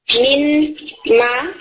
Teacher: پھر اسی طرح سے من، ما، تو نون ساکن کے بعد جب ما آ رہا ہے تو نون ساکن میم کے اندر کمپلیٹلی مرج ہو جائے گا اور آپ کو ما کے میم کے اوپر تشدید نظر آئے گی. · Term: ادغام